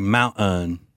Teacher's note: Now, I do know why people started taking the T sound out of the middle of a lot of words